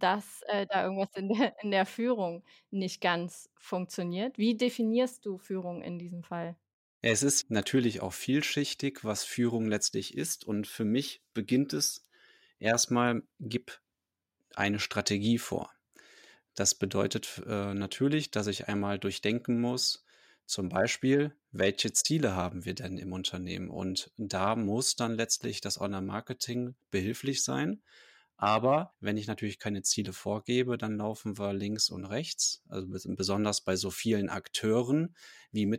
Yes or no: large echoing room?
no